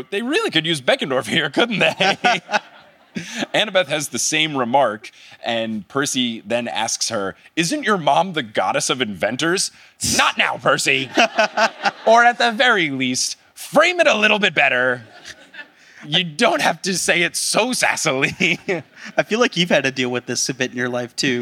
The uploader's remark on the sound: Live in Oslo, Norway.